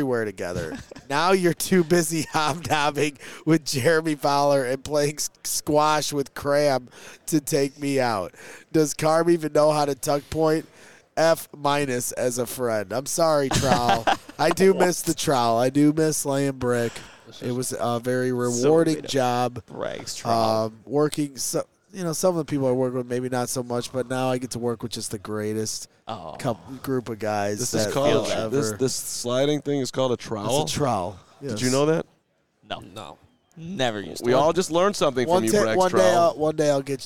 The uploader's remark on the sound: LIVE FROM THE NFL COMBINE